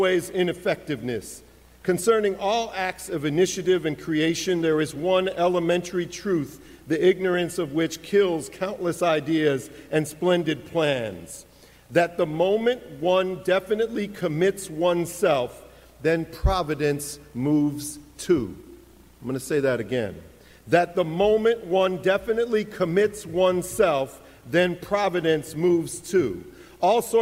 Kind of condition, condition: setting, large echoing room